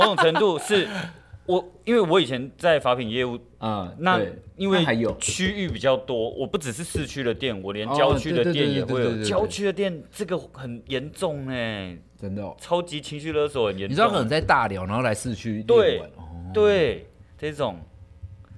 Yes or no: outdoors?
no